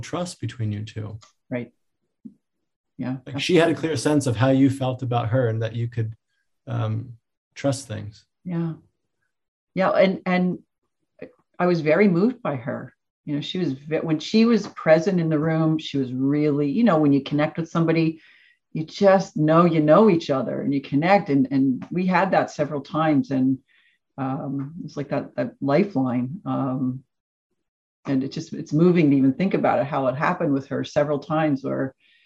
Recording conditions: video call